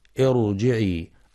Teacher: في كلمة ارجعي الراء هنا مفخمة لأنها ساكنة وقبلها همزة وصل